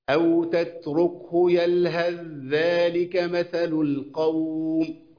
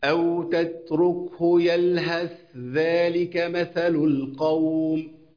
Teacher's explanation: خد بالك أنا بجيبش الثاء خالص، بجيب ذال مشددة، يعني أضغمت الثاء في الذال · Shown in: first take · Term: الإدغام الكامل